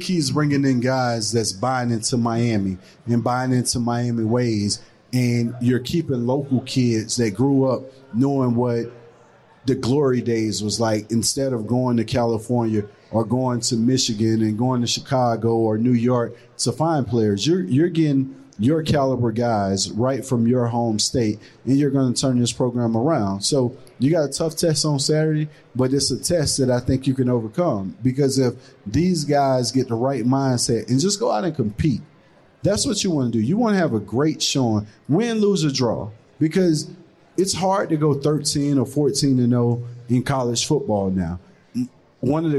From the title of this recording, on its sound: Live from Caesar's Palace